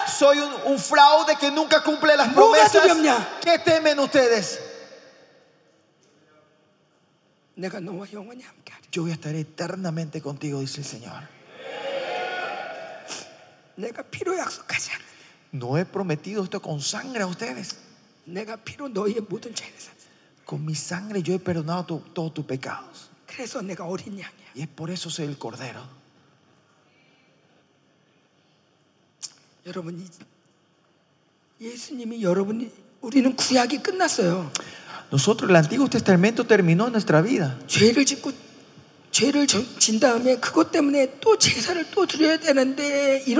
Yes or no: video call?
no